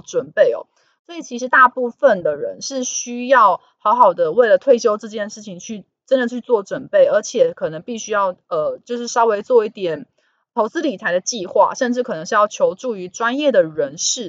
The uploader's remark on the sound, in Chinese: 本集有些許雜音，已亟力避免，如有察覺請多多包涵